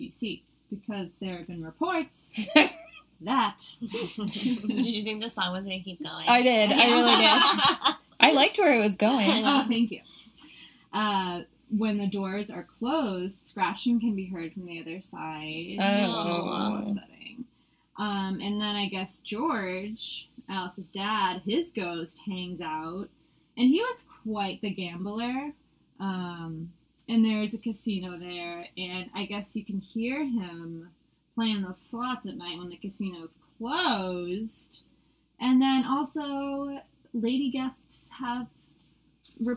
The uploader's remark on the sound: We had a few audio issues this week - apologies in advance!